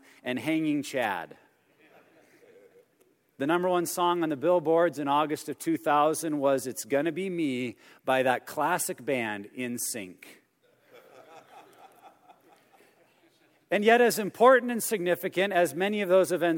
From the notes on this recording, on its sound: message from our 2017 Men's Conference